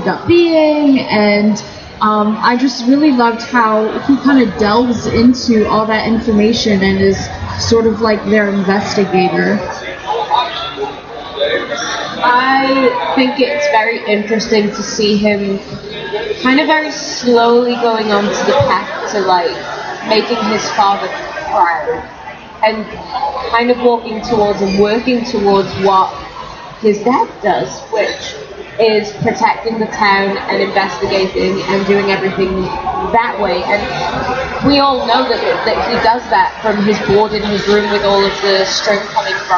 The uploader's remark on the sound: Live from Indy PopCon 2014